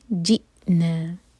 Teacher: حمزہ پر cut off sound لیکن قلقلہ نہیں ہونا چاہیے